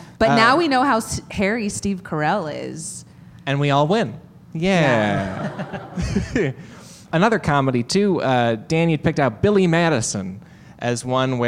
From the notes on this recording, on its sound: LIVE at UCB Sunset